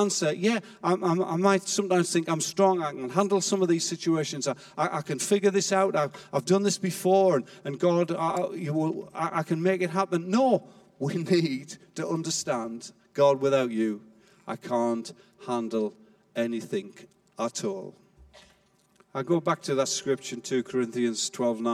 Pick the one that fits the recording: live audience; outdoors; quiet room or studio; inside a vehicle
live audience